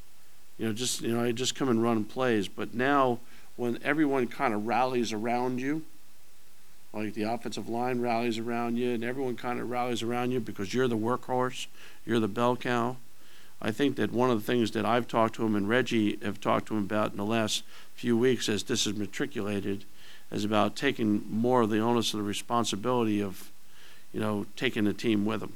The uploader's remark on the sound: Press Conferences & Post-Game Interviews